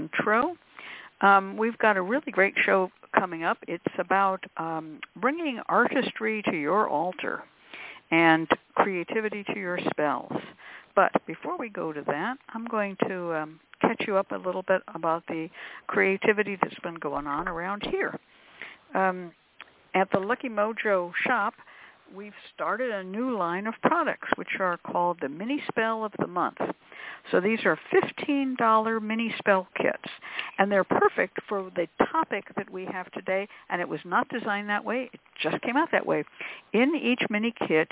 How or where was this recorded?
phone line